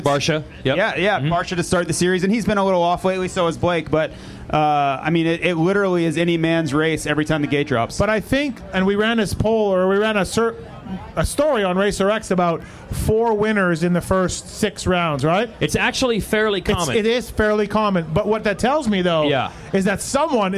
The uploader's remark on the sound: Fly Racing Dallas SX Pit Party Show. Recorded last Saturday in Dallas. At the Fly Hospitality rig.